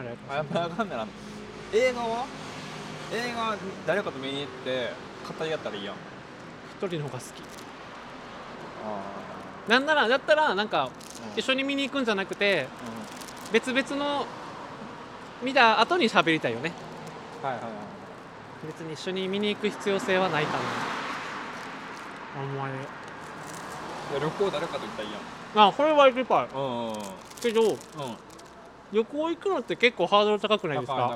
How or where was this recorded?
outdoors